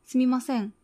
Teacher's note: 唇も舌もどこにもついていない状態で、喉の奥の喉チンコのところから音を調整しているらしいです · Term: すみませんのん